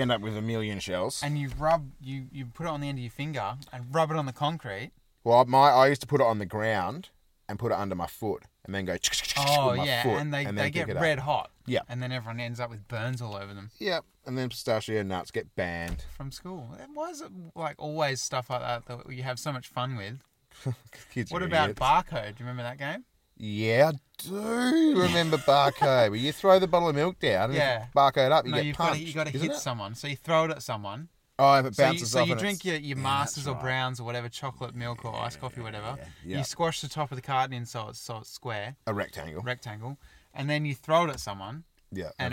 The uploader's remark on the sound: This week we decided to record alongside a creepy graveyard on the outskirts of a tiny country town. There was death among us during recording though as a bag of lollies was devoured.